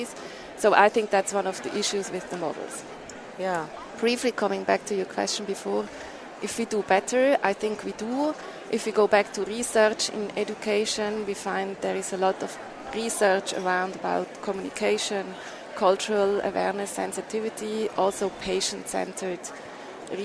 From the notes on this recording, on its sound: At the Alliance for Continuing Education in Healthcare Professions 2018 annual meeting